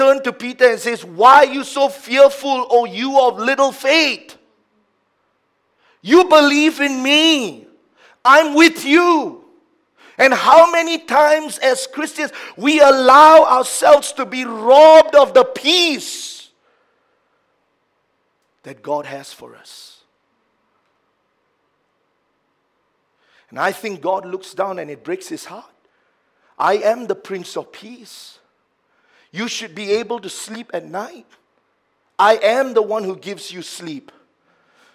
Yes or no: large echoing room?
yes